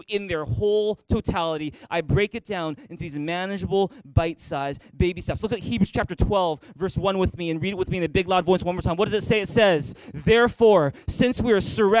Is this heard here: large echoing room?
yes